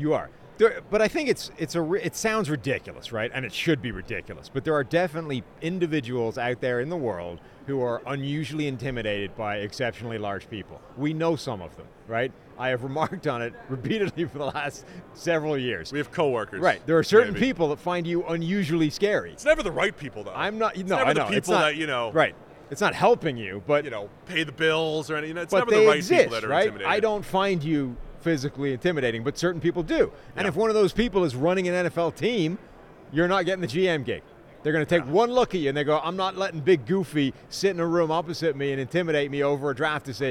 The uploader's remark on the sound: Are live from Las Vegas Radio Row.